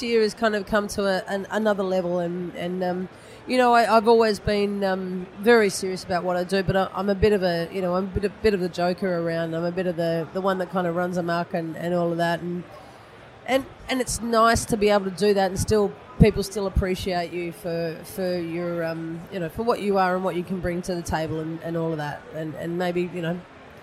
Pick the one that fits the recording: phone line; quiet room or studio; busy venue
busy venue